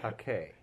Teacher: there's a definite accent on the second syllable